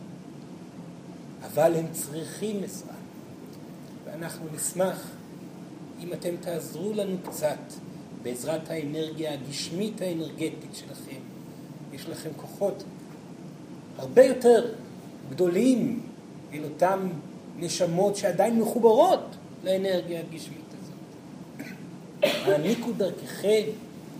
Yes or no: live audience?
yes